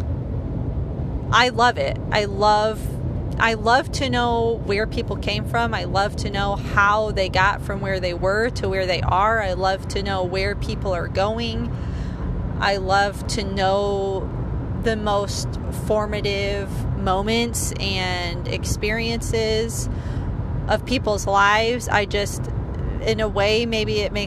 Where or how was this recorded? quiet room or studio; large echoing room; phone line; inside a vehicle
inside a vehicle